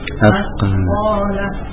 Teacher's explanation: semuanya kita usahakan tidak dengan pantulan, karena dia tidak disifati dengan qalqalah